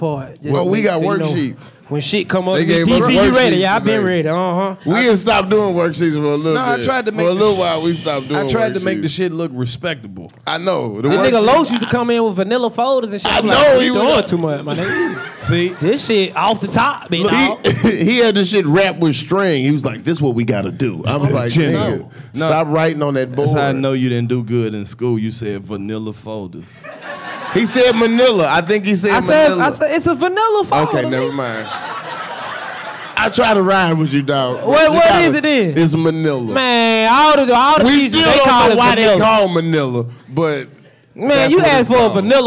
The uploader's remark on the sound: Live from The West Palm Beach Improv. Take the 85 South Show live on the road to the West Palm Beach Improv.